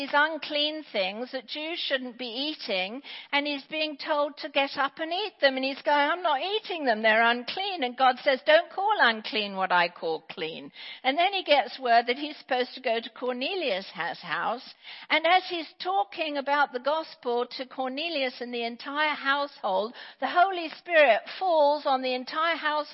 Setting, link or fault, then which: setting, large echoing room